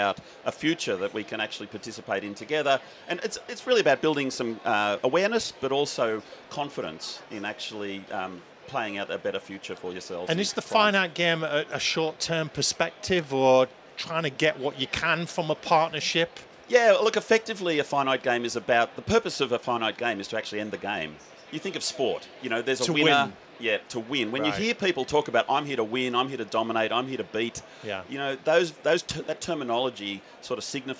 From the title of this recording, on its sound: Event Special - Accountex 2023 - Live Interviews